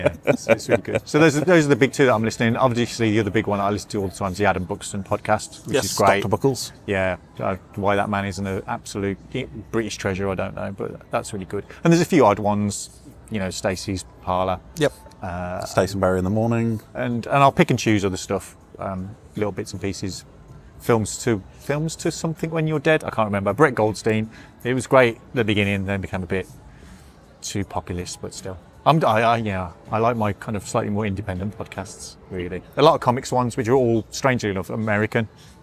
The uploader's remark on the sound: as we record during Birmingham Anime Film Festival at the Mockingbird Cinema, Birmingham!